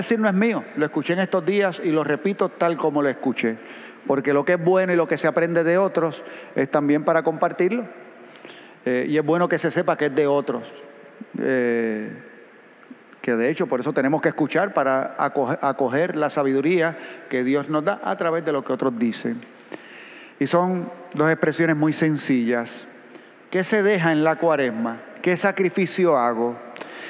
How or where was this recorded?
large echoing room